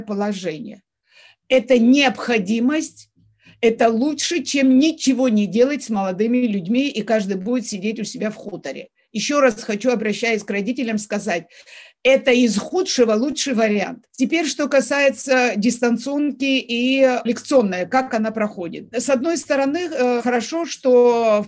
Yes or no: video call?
yes